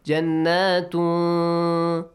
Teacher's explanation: Hide the sound. Produce the sound from your nose. · Term: Ikhfa